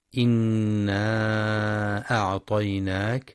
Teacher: ينتبه القارئ لغنة النون المشددة في إنا وللمد المنفصل إنا أعطيناك، حيث يمد 4 أو 5 حركات، كما يراعى ترقيق الهمزة في أعطيناك.